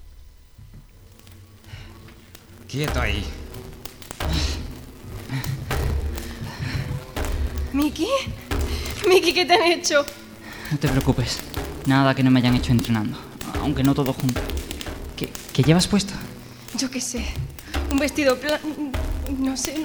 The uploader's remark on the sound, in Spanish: En directo desde la Térmica. Este capítulo ha sido grabado con público en directo en la Térmica, Málaga.